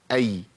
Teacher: عرفنا الياء اللين بتخرج منين؟ وسط اللسان مع سقف الحنك. لساني بياخد الهيئه ديت، وسط اللسان مع سقف الحنك.